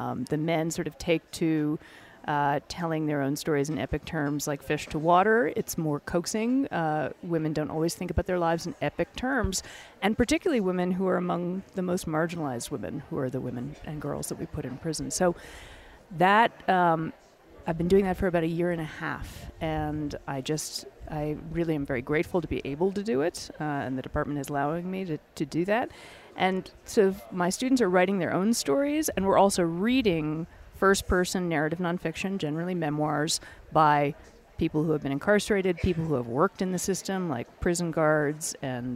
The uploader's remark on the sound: From the 2016 Aspen Ideas Festival in Aspen Colorado